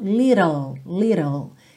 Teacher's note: pensa que esse T fica rarará e você interrompe o som no L